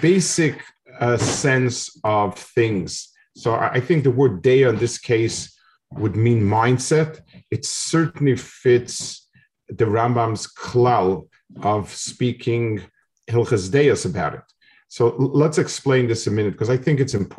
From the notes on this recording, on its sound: This shiur take place over Zoom